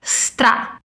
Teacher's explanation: Note como não tem um som de vogal antes, não é stra, mas stra. · Term: S mudo